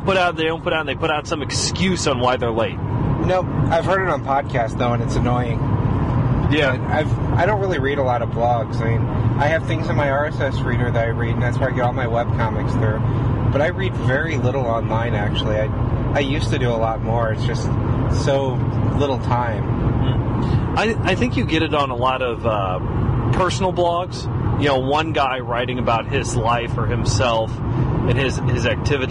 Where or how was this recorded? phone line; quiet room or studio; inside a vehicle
inside a vehicle